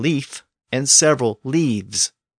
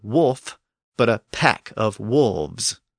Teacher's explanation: people pronounce the plural version of those words with a V sound without even thinking about why that happened